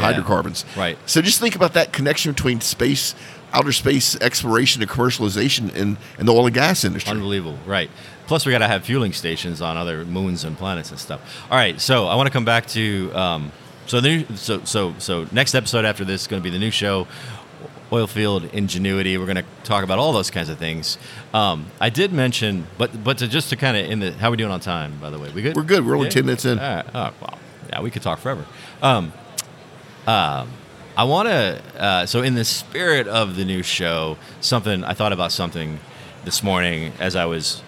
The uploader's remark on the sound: Live from OTC Houston 2023. Recorded straight from the OGGN podcast pavillion at the 2023 Offshore Technology Conference.